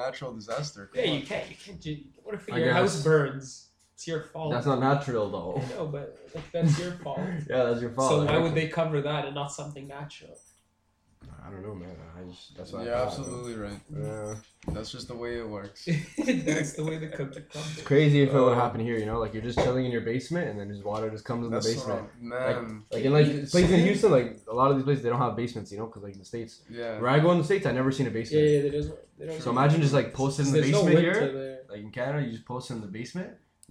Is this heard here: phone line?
no